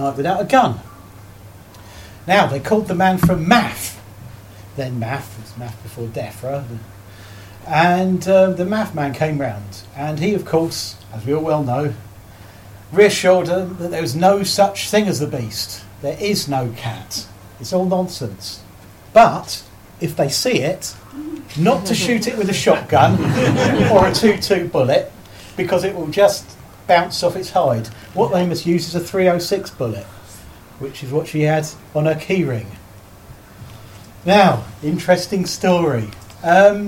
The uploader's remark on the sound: This episode presents a recorded folklore talk from the archives of the podcast creator and host. Was recorded in September 2013 at the Folklore Society conference 'Beasts in Legend and Tradition'.